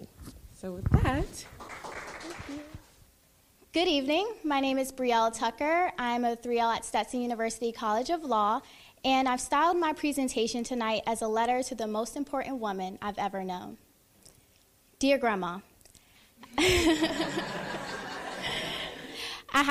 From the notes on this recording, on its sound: This event was recorded live in March 2019 at the Portico Cafe, in Tampa, Florida.